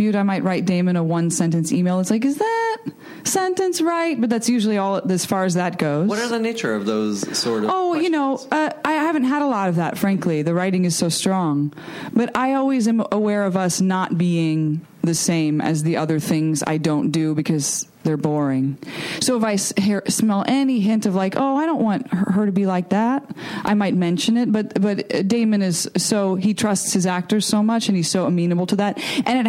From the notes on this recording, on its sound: Recorded June 7, 2015 at ATX